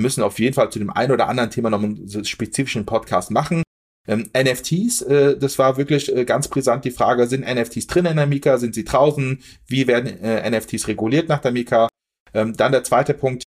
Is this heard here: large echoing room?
no